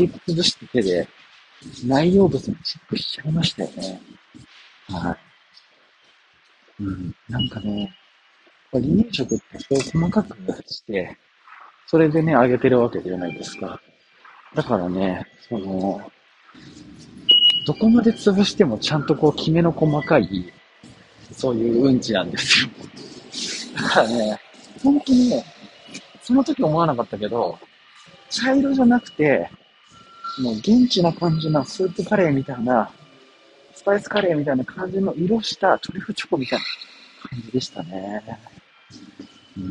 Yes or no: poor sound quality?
yes